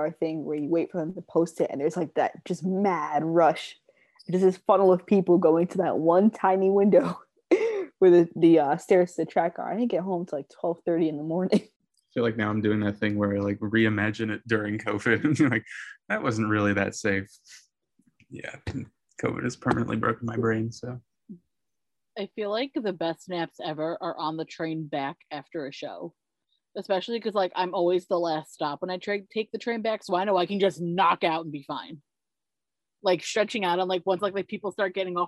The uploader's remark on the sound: sit down over Zoom to chat